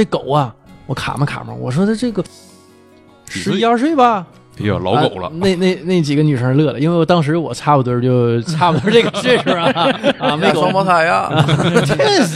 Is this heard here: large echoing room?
no